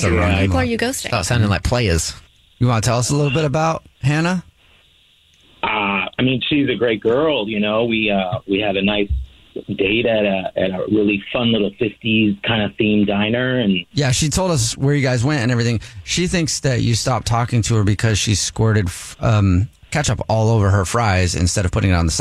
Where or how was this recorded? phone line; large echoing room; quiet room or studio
phone line